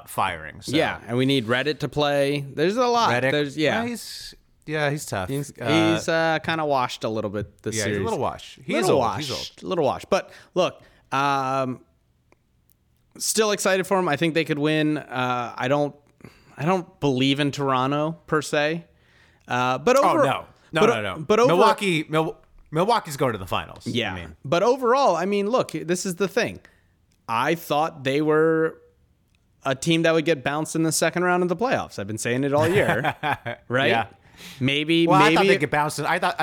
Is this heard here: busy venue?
no